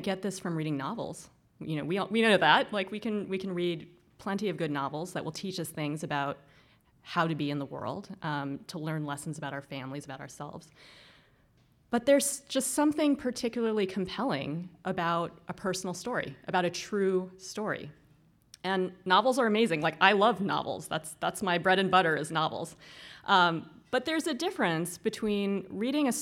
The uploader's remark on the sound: This lecture was held as the 8th annual O’Donovan Humanities Lecture.